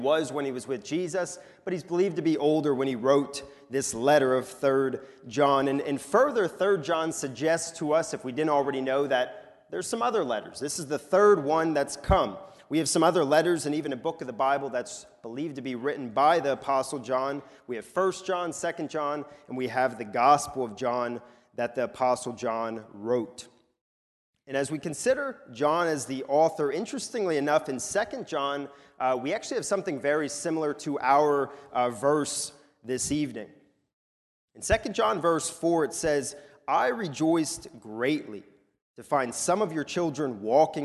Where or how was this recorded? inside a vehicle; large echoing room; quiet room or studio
large echoing room